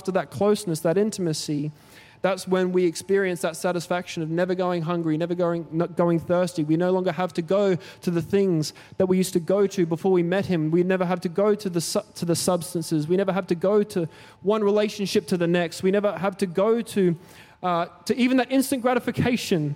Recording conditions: large echoing room